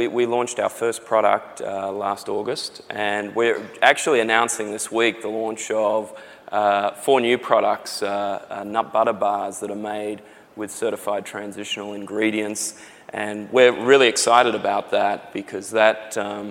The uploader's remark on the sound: The best of live interviews from GreenBiz events.